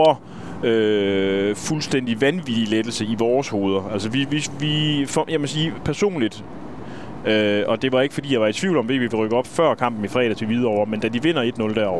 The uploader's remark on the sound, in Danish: Denne podcast er optaget på vej hjem efter kampen i Haderslev